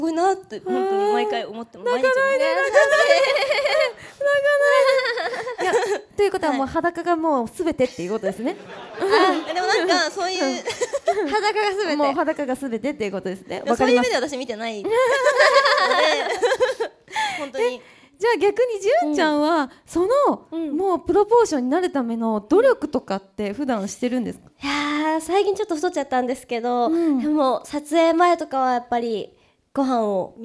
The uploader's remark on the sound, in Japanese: Ama9 1周年記念！公開収録。